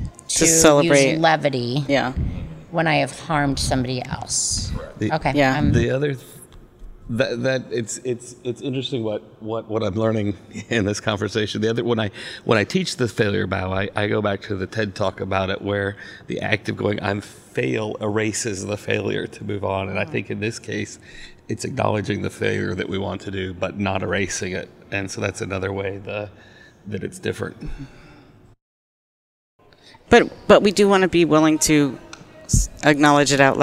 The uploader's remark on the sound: At the AgileTonight event on Tuesday, August 7, 2018, four Agile Alliance members shared stories about the direct effect of Diversity and Inclusion on their lives with a room full of other members. Four brave people decided to join me for this podcast at the Agile2018 conference in San Diego, CA.